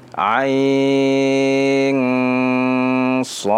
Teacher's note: Ain, jangan lupa nun, ketika huruf ain ada nun di belakang bertemu dengan sad, maka terjadilah ikhfa